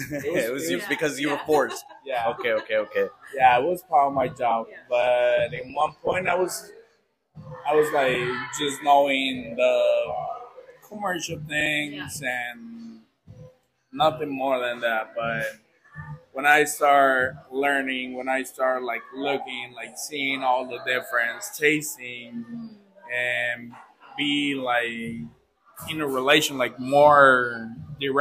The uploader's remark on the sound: We recorded this episode at El Tasting Room in Puerto Vallarta, Mexico.